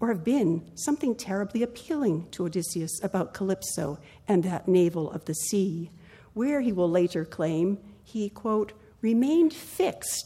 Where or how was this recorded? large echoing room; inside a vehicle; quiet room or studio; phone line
large echoing room